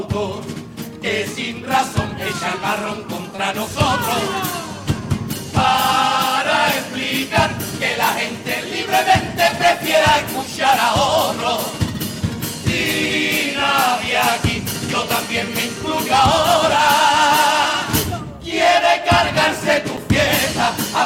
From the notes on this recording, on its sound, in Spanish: En directo desde el Gran Teatro Falla de Cádiz